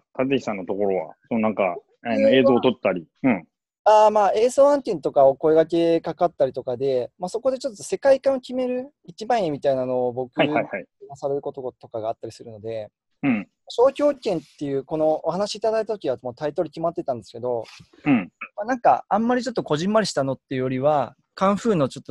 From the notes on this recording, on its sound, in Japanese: オンラインで録音しているので、音がちょっと途切れることがあるかもしれませんが、ご容赦ください。